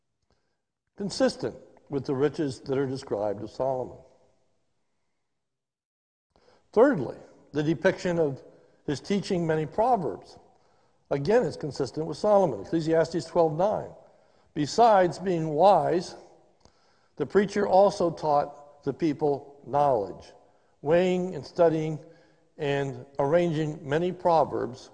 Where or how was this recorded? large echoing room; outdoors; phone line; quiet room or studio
large echoing room